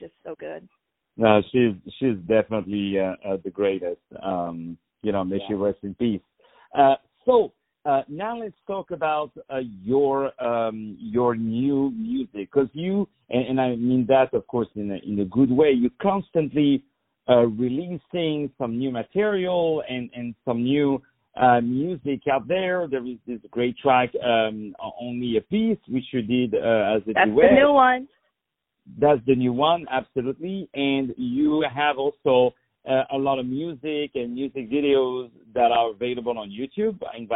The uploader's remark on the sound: On the Phone